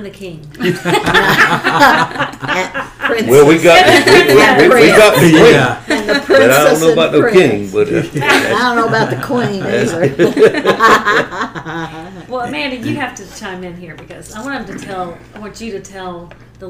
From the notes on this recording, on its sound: This episode was recorded the during the Carolina Star Safety Conference in Greensboro.